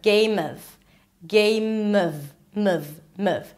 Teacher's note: Then you move on to a reduced word, and that is the word of. So actually you want to connect those two together. · IPA: ˈgeɪm əv